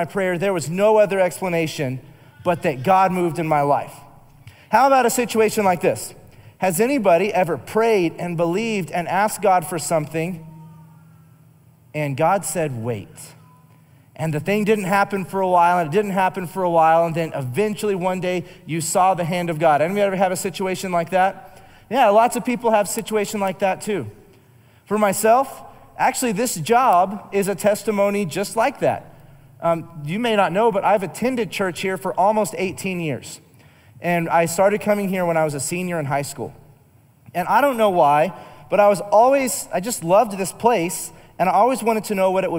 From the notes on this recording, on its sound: Recorded live during our Wednesday night service